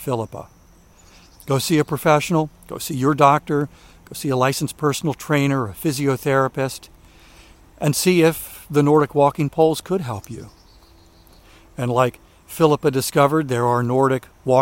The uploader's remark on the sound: during today's ten-minute walk